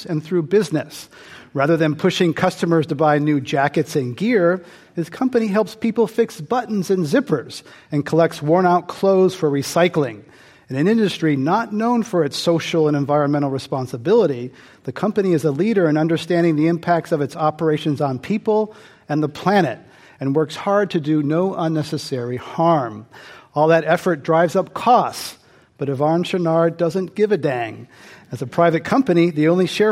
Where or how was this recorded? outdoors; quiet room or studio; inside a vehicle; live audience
live audience